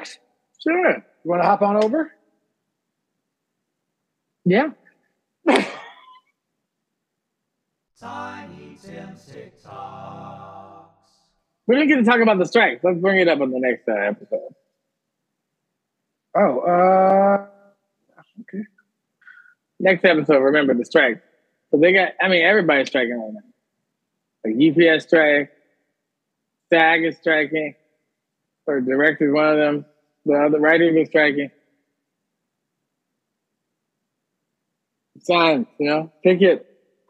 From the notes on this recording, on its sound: Special 4-part Summer Zoom Edition